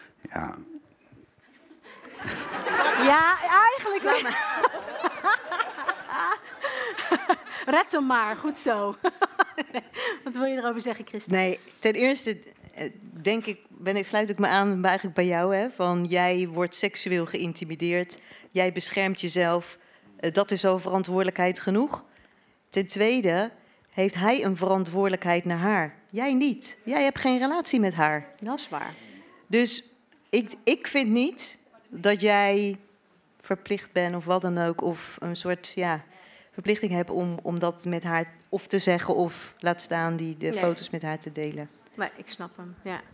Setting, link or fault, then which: setting, live audience